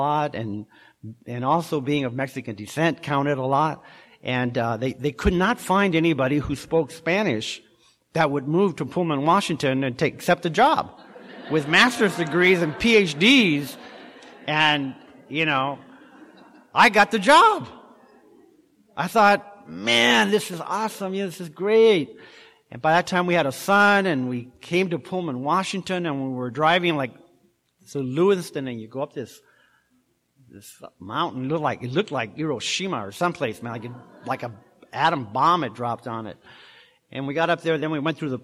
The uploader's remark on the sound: telling his story in March of 2018 at the Live at Pine Lake Speaker Meeting held every Saturday Night in Seattle